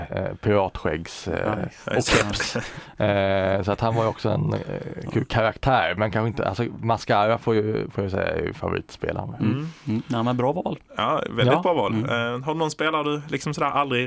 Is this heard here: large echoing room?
no